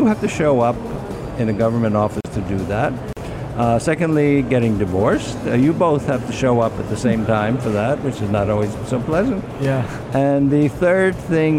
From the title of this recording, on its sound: Live at IGCF